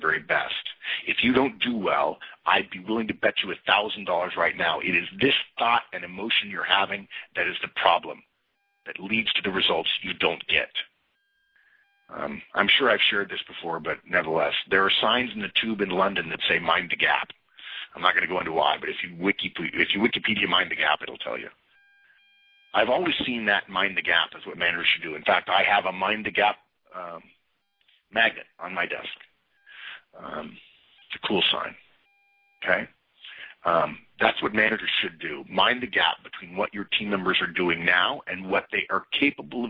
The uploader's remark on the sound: November 2011 Conference Call